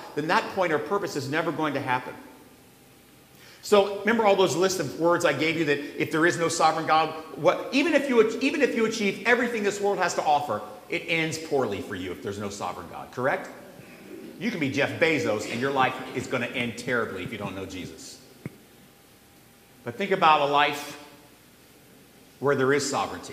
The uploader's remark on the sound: where the congregation got to ask some burning questions